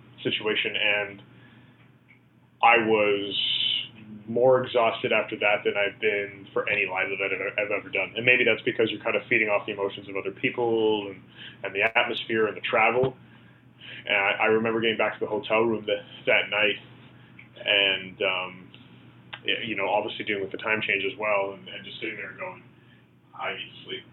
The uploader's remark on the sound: On The Phone